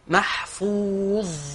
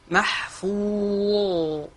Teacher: هذا همس واضح في الظاء سيما كمان إن وقف عليها كما في كلمة محفوظ · Shown in: first take